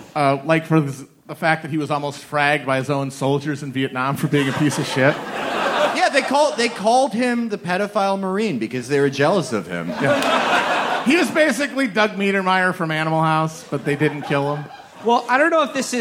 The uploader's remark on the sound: Recorded live at the Brooklyn Pod Fest at The Bell House.